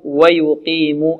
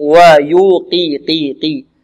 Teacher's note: القاف في أقل مراتب التفخيم